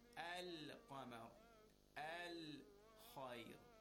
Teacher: We just say the normal default recitation with the lam. The lam doesn't become silent. · Term: moon letters